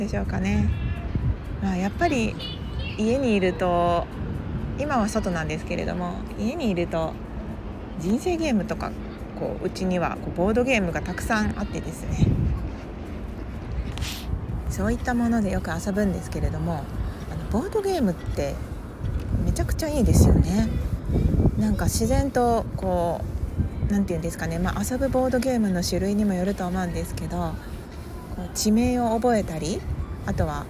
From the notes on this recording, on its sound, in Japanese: 外での収録により風の音などうるさいかもしれません